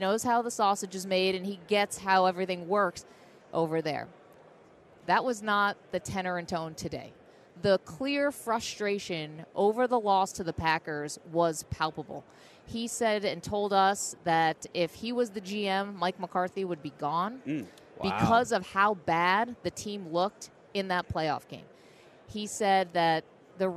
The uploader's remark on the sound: LIVE from Radio Row.